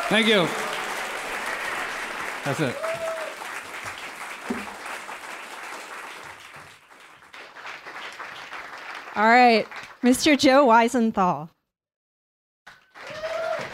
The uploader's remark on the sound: On September 19, 2019, Odd Lots hosted its first-ever live event at the WNYC Greene Space in downtown New York City.